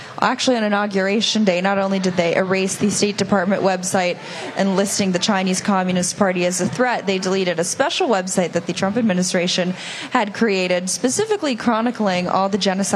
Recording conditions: busy venue